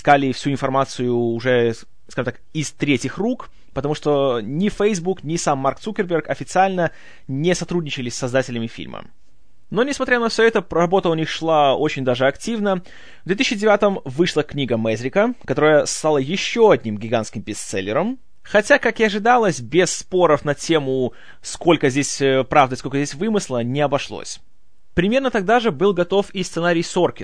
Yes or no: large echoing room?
no